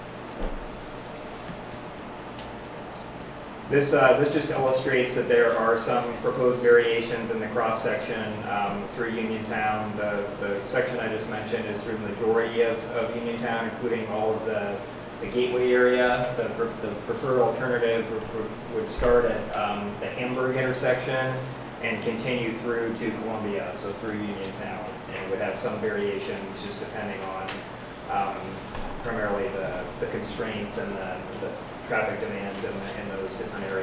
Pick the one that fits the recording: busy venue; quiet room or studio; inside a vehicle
busy venue